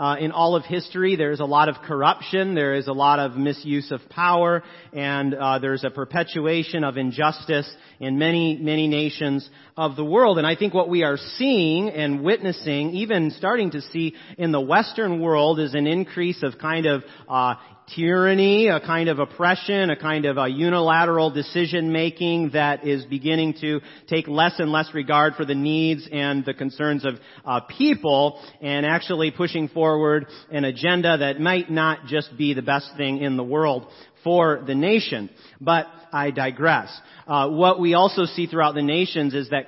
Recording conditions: large echoing room